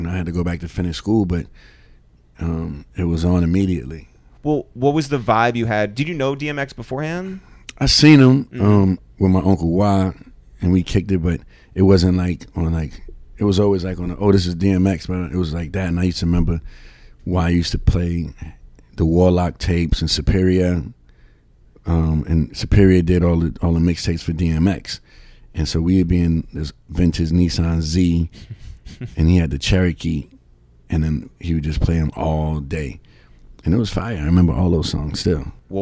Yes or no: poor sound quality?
no